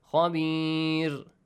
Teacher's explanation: Ra shouldn't be pronounced with a heavy sound because there is a kasra sound before.